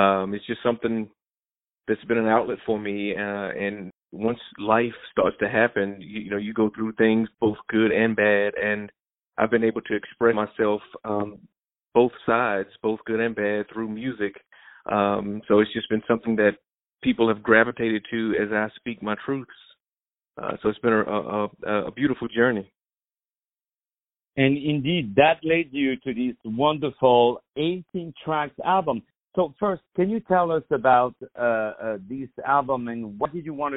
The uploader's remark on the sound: On the phone